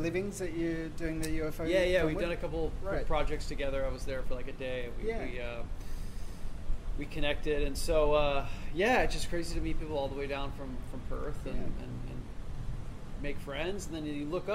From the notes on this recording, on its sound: This interview was recorded in Northbridge so there is some atmospheric sound, and you'll have to excuse the mic dropping midway through, the wind knocked it over.